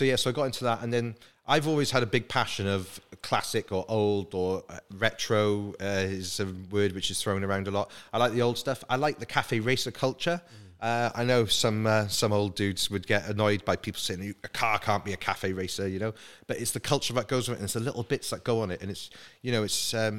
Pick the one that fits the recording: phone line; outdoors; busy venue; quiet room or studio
busy venue